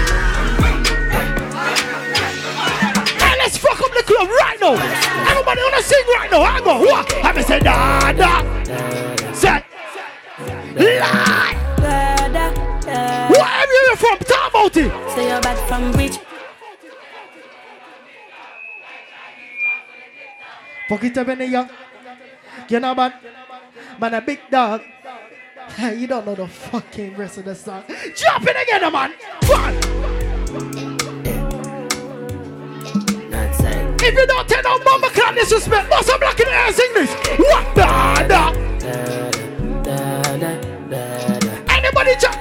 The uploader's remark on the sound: Live Audio Recording From RecklessLDN Free Party